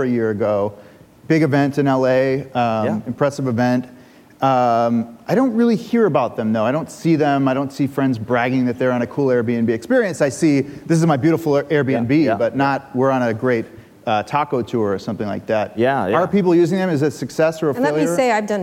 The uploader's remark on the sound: Live at Code 2018.